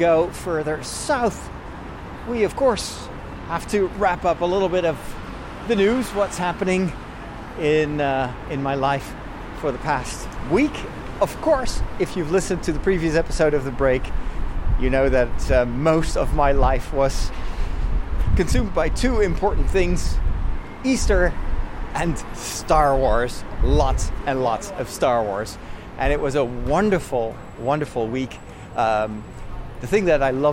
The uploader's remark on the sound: From London to Rotterdam. Recorded on the streets, in the underground, on the train, in the car and on the boat!